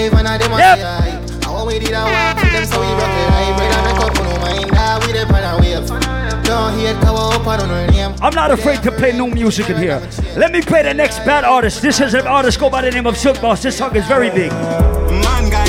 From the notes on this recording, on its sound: Live Audio recording of my segment at Island Saturdays in Providence, RI on October 16th.